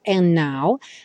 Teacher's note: And now, Veja como o de sumiu, então o N do and já juntou com now